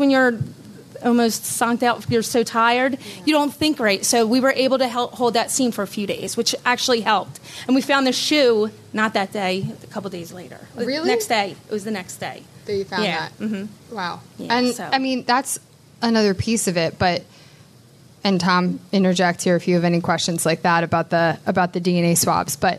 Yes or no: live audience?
yes